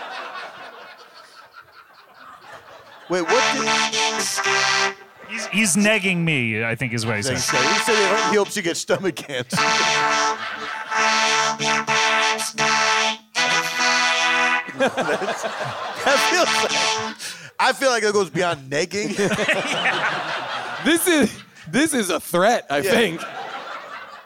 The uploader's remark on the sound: Recorded live from Largo at the Coronet in Los Angeles.